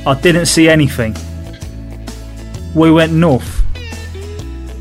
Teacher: The unvoiced th sound becomes a f sound.